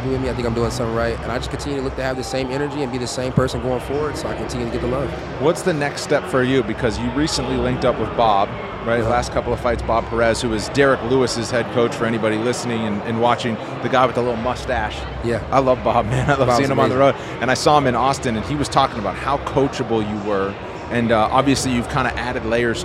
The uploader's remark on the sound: LIVE at UFC X